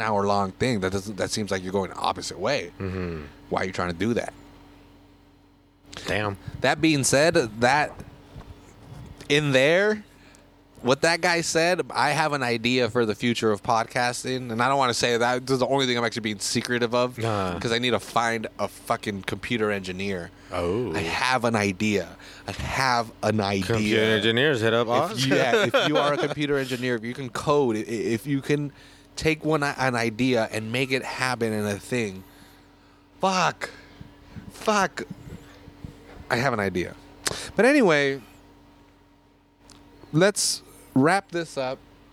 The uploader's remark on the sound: go to Alvarado Street to drink a record a podcast